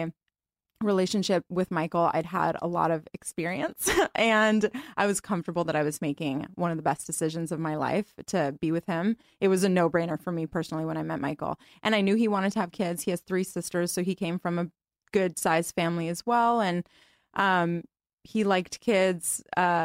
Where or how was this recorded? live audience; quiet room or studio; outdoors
quiet room or studio